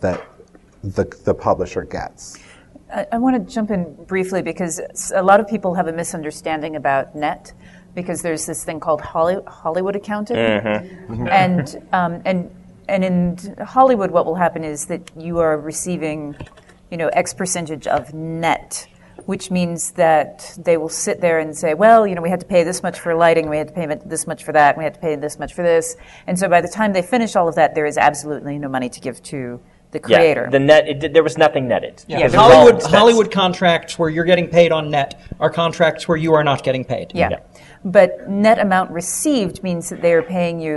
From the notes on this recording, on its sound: joined us in front of a live audience at Westercon 67